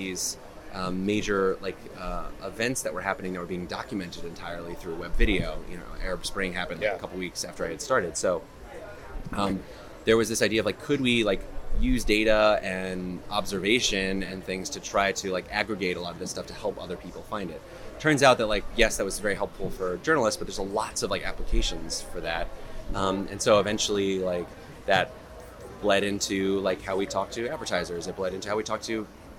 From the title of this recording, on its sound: LIVE from Cannes Lions